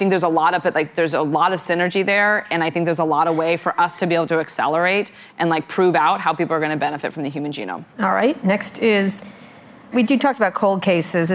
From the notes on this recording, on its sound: live interview recorded at the Rock Health Summit in San Francisco